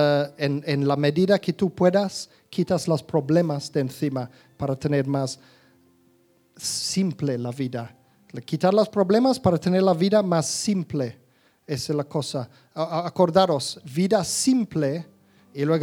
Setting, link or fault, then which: setting, live audience